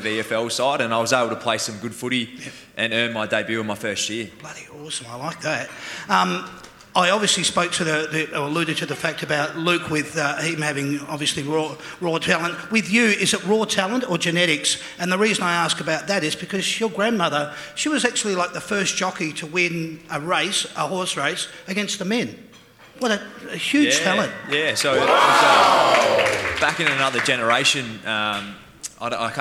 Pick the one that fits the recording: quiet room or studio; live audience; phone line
live audience